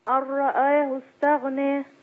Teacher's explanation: النون هنا مضغمة في الراء، أقول أرى على طول